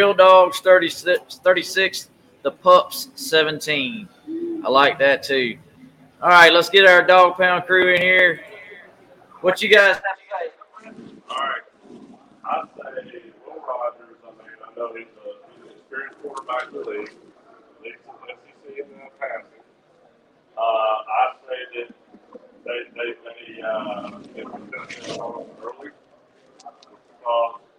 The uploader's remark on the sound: Fall Line Brewery remote broadcast